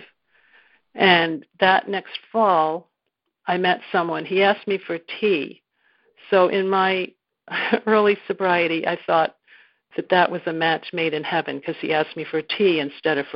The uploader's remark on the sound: 2019 New Years Day Phone Conference